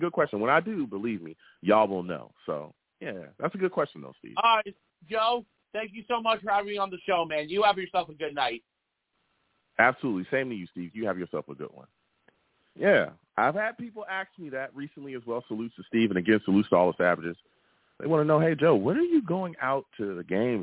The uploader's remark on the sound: I take live callers!